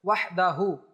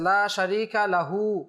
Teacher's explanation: ওয়াহদাহুর মধ্যে যে হা রয়েছে ওয়াহদাহু, এই হুটা টান হবে না, কিন্তু এরপরে যে রয়েছে লা শারীকা লাহু, এখানে এক আলিফ টান হবে